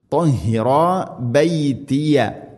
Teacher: തൊഹിറ എന്ന് രണ്ട് ഹർക്കത്ത് നീട്ടണം